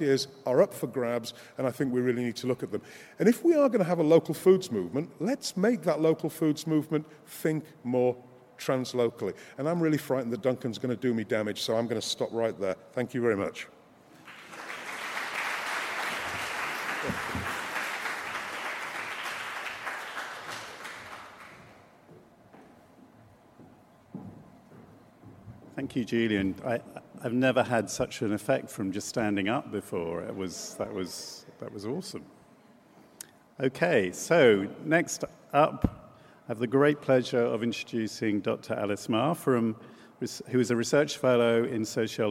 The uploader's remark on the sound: Keynote Conversation 2: 'Looking Forward' from the 'Environmental Justice 2017' Conference, held at the University of Sydney (6-8 November).